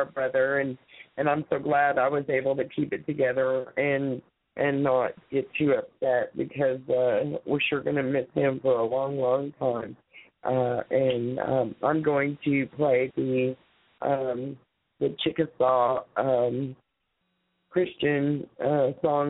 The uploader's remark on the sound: Open Mic Sunday. Call in comments.